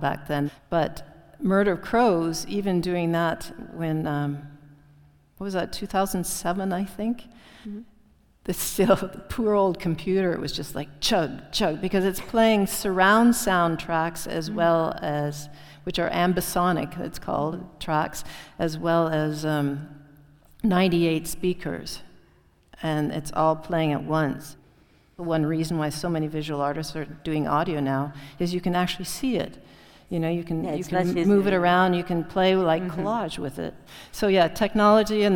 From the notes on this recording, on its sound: This podcast is a live recording from the talk. Which took place at the Real Academia de Bellas de San Fernando in Madrid.